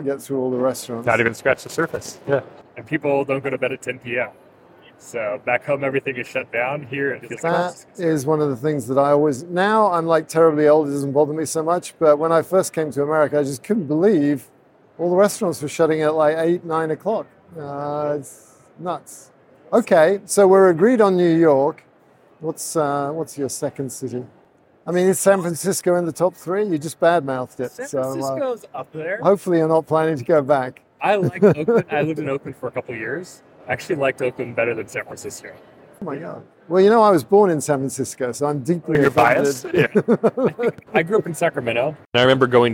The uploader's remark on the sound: live from NRF